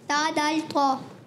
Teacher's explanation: जबान का सिरा और ऊपर के दांतों की जड़ से अदा होता है · Term: हुर्फ़े नितईया